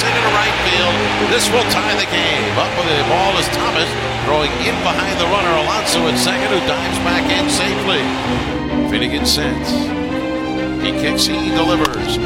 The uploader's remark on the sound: Live from Citi Field